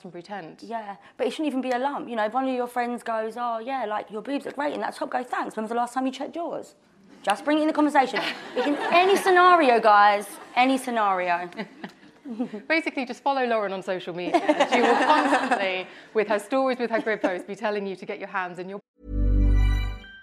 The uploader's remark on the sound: Recorded in front of a live audience. This episode was recorded LIVE at Estée Lauder HQ in Central London to kick of the UK Breast Cancer Awareness Month Campaign.